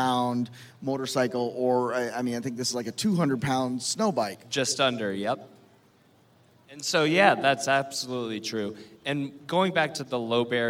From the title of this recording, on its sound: LIVE from LONG BEACH